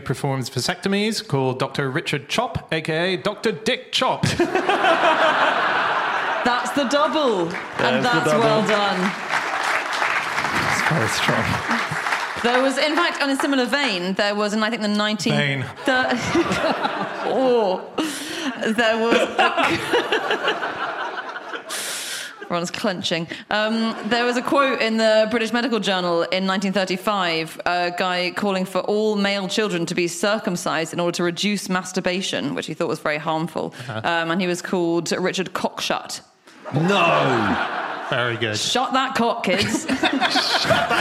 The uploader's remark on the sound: Live from Exeter